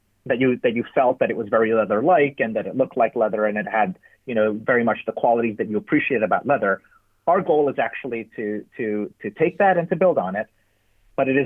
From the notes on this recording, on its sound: Sound quality: Studio and telephone